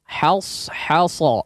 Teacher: Sodnya jangan jadi sin, ya. Sodnya jangan jadi sin. Sodnya tetap sod, tetap ditebalkan.